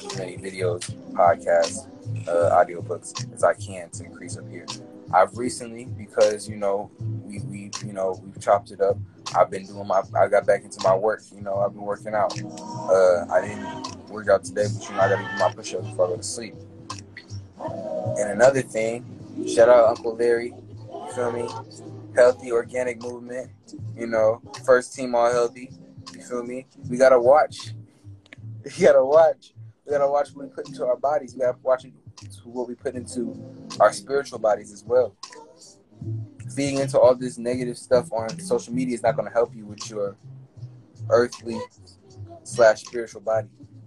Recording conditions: video call